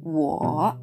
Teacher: 第3声ですので低く沈む音になります